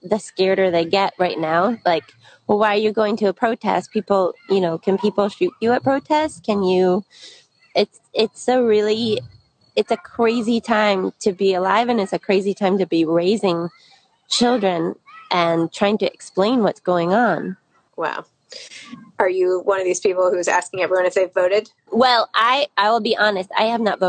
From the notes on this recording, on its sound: an Instagram Live